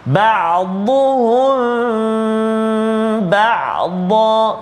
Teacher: mim mati bertemu dengan ba ikhfa syafawi dengung dengan kadar dua harakat rapatkan bibir kita